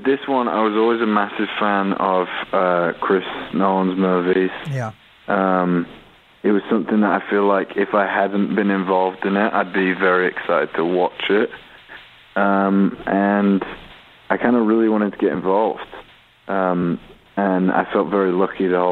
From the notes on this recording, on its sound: called in to chat with us